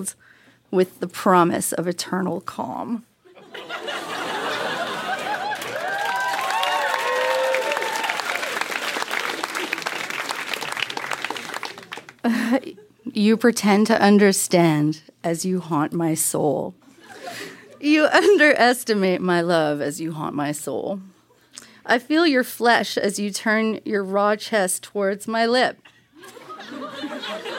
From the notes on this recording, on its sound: Recorded live at Yuk Yuk's in Ottawa.